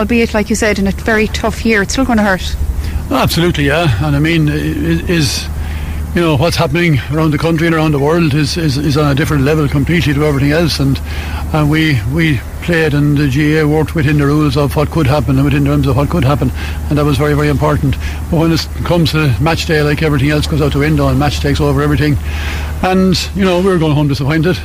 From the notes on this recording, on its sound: live in Croke Park